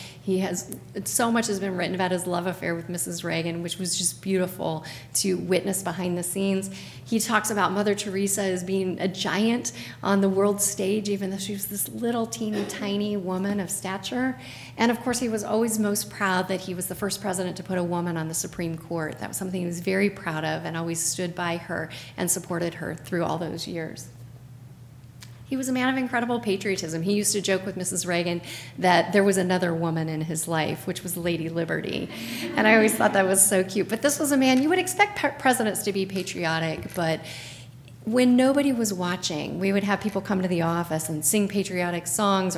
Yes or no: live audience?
yes